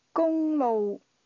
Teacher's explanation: This word is pronounced with a combination of high-level and low-level tones